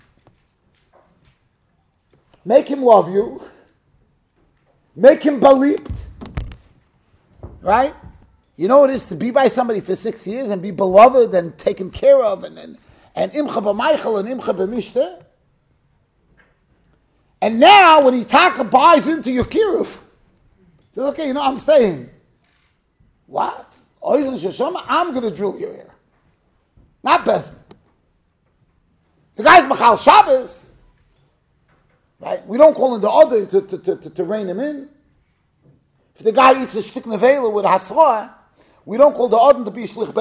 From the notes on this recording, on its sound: Shiur recorded in Yeshivas Ohr Reuven, Monsey, NY.